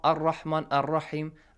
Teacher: Whenever you want to start at that from that word, okay, you put a fatha on the top of Hamzatul Wasl and read it. Not a kasra, not a dhamma.